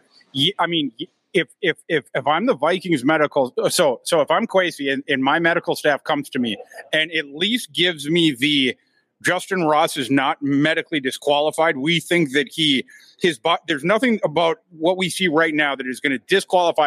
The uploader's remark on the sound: On today's live show from Lake Monster Brewery in St. Live at Lake Monster Brewing.